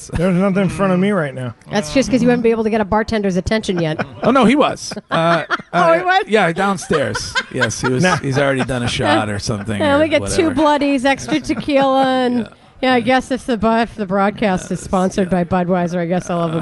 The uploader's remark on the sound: Opening Day At The Baseball Tavern. It’s never a dull moment during the live broadcast on opening day.